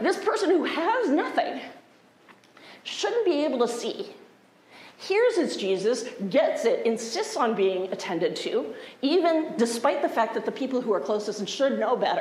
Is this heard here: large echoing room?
yes